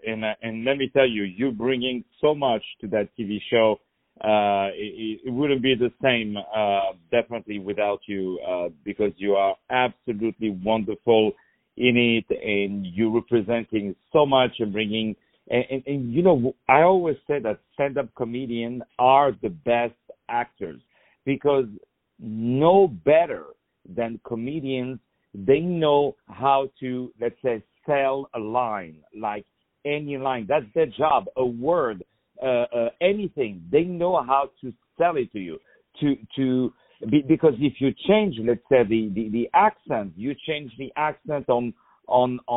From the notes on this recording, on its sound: On the phone